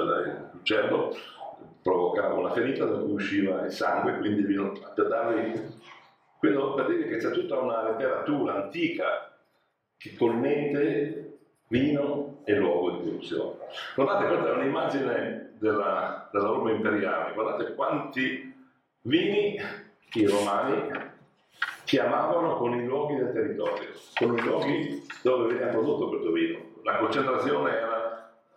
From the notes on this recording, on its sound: Leads another Seminar during Vinitaly 2022. WARNING AUDIO IS LESS THAN PERFECT!